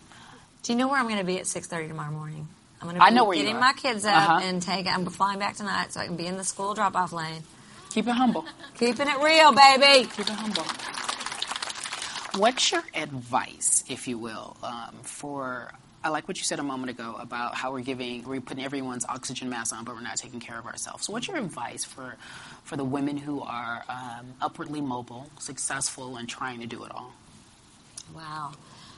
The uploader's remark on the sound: live at the espnW Summit